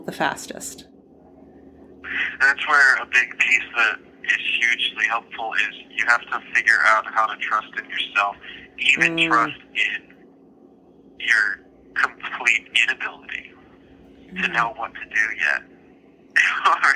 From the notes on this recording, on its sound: Phone interview.